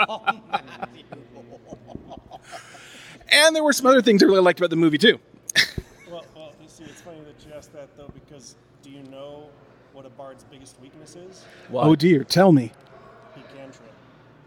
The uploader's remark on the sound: broadcast live from the Dungeons and Dragons Honor Among Thieves Live Event.